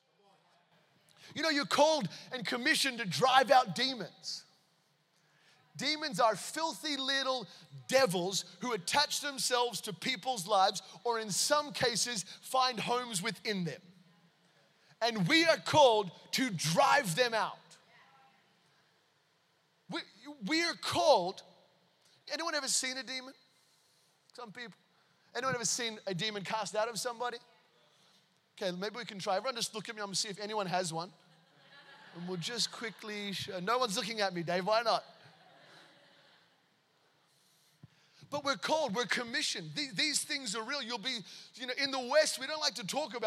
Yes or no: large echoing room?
yes